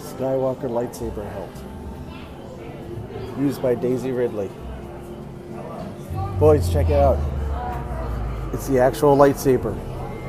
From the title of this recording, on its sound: Disney 100 Exhibition Live Walkthrough